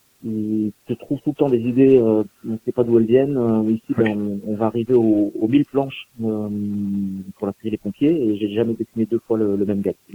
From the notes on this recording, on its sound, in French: reçoit par téléphone